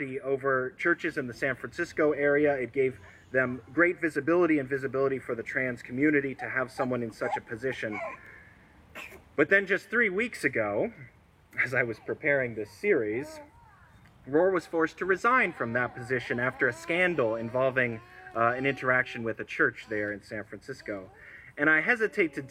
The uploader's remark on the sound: This sermon was recorded at an outdoor worship service, and so you will hear background noise to that effect